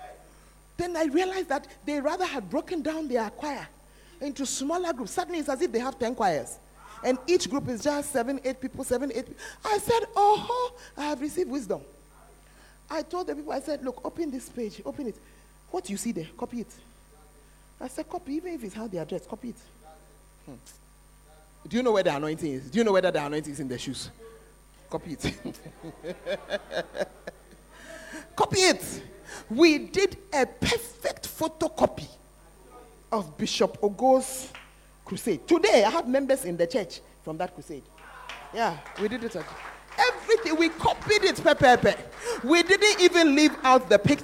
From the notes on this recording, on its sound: Preached at The Art Of Evangelism Conference.